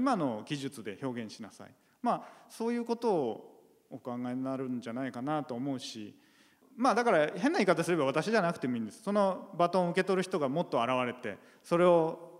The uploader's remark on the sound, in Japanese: 8月8日に行われた、公開録音の模様をお届けします。